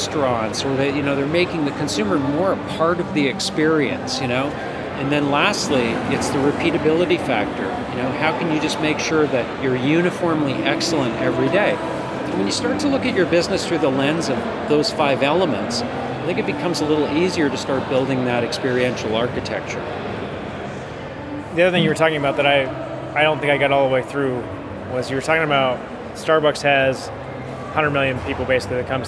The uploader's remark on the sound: An audio interview recorded outside The Car Wash Show trade show floor.